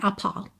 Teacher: O A, o segundo A, alongado, certo? O R não enrola. E o T já tá sumindo aqui, que é uma opção que eu tenho, né? · Term: pronúncia britânica